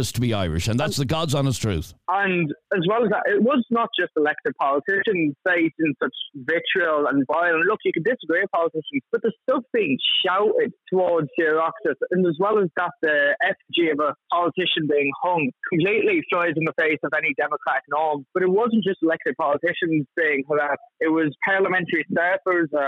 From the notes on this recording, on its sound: On this episode we heard from lots of callers defending this weeks 'far right protest' outside Leinster House.